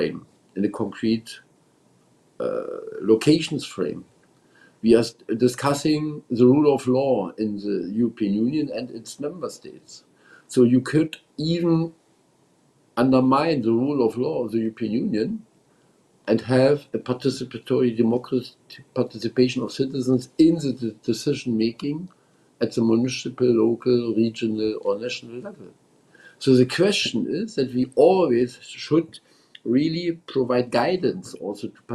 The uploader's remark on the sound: Euractiv Virtual Conference